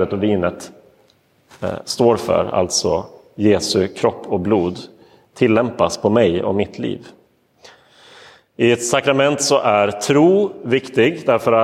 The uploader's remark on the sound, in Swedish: Inspelad i Roseniuskyrkan den 23 oktober 2022.